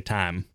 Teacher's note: people with a more Southern intonation will just say time. Yeah, so there's a loss of a diphthong thing.